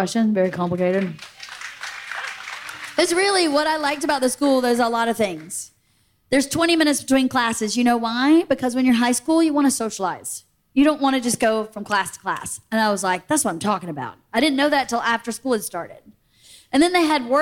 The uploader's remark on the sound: Live From Fully Loaded at Sea